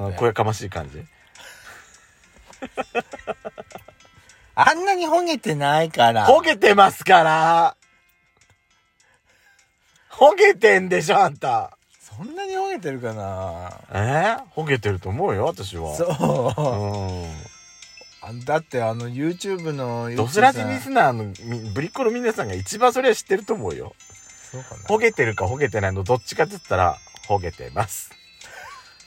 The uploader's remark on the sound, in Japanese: パーキング収録